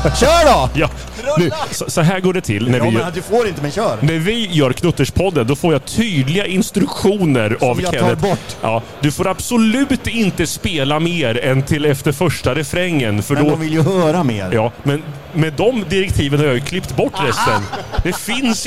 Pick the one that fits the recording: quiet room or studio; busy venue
busy venue